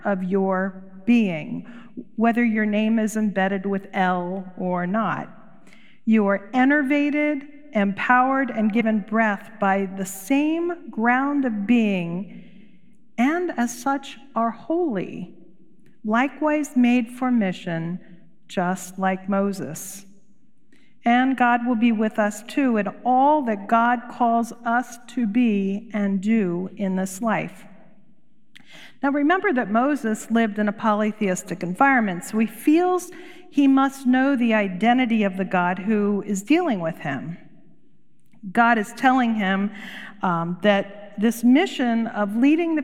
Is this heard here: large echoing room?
yes